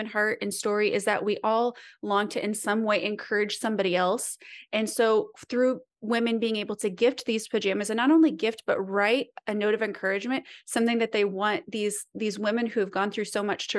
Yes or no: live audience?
no